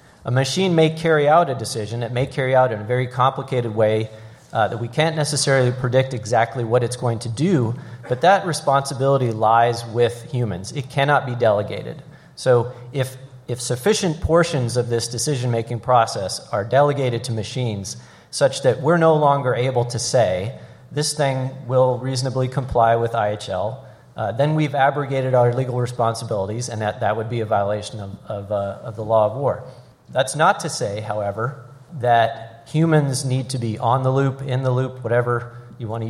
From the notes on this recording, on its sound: Artificial Intelligence LIVE at the Annual Conference.